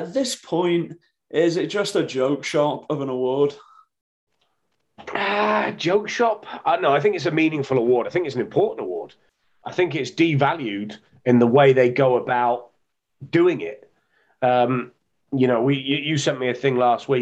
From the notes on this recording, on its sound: we're hitting Zoom for this weeks pod!